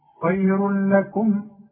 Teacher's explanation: هنا احنا بنقول ادغام، تدغم التنوين في اللام وما يبقاش عندك غنه، بدون غنه ما تغنش. · Term: ادغام كامل بدون غنه